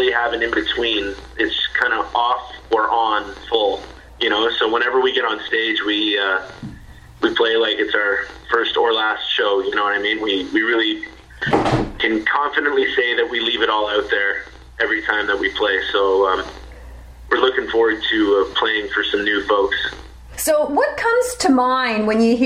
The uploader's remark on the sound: On Beach BOOSTER Radio. Via phone from Ottawa.